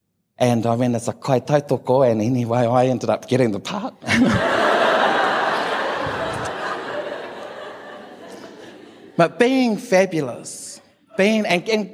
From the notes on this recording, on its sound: took the stage at our Real Talk Mō Ngā Rangatahi event in Rotorua